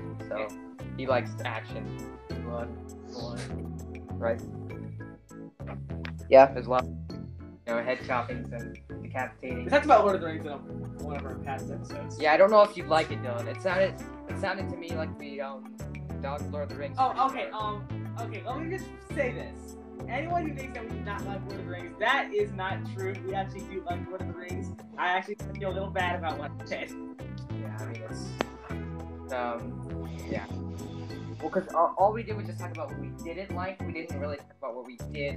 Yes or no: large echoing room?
no